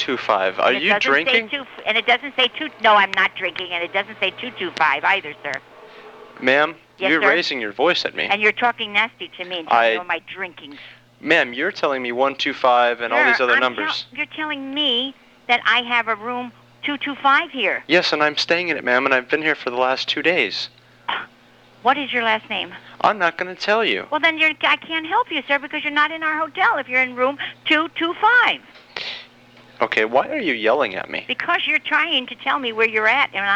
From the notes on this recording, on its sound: RBCP's Personal Prank Phone Calls Collection